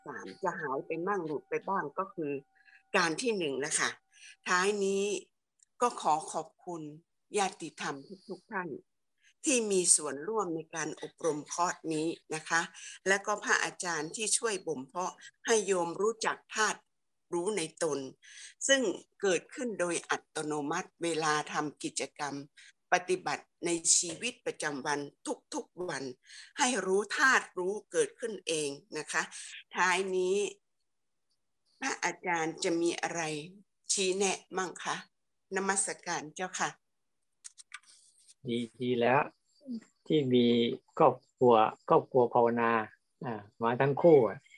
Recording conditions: video call